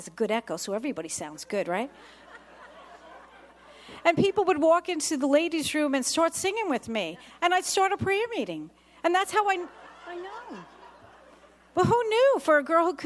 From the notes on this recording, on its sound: This testimony was given at the 17 th Magnificat International Conference in Pittsburgh, PA, October 7, 2023.